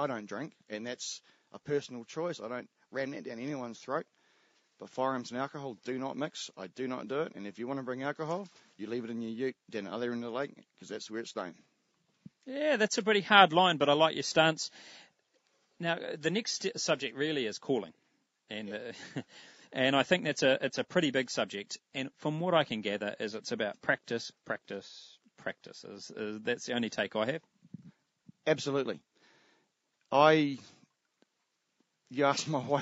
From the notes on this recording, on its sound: Recorded from a MaiMai somwhere in the king country